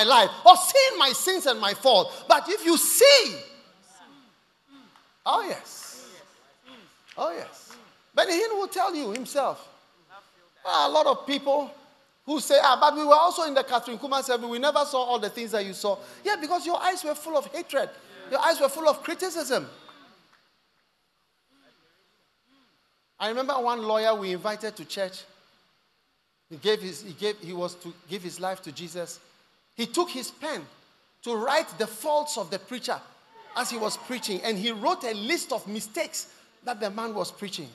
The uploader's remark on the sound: Preached at The First The Experience Service, Accra.